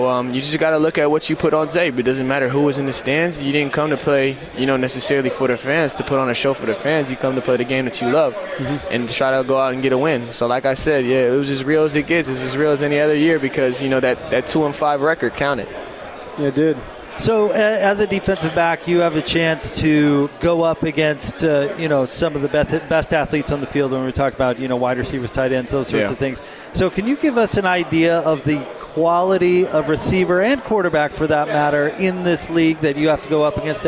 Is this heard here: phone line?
no